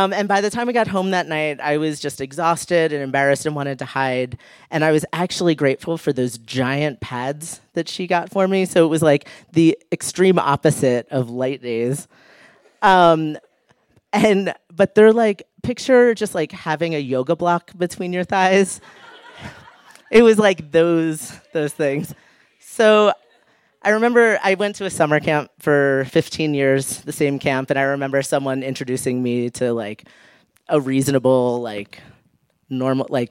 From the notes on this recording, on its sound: recorded live on 11 April 2017 at Buntport Theater in Denver, Colorado